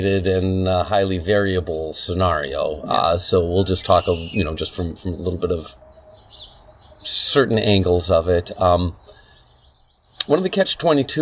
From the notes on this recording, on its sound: We had an amazing conversation on his back deck, the excessive noise from being outdoors is unfortunate.